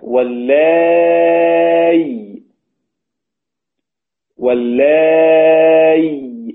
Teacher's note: بإبدال الهمزة المكسورة ياء ساكنة